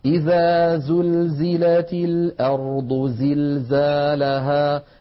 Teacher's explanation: نجد بأن حرف الزاي دائما يقرع السمع بقوة لما فيه من صفة الصفير